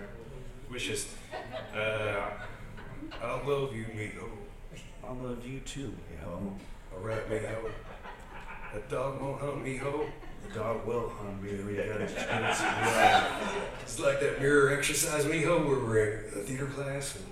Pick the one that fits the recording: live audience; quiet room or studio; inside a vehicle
live audience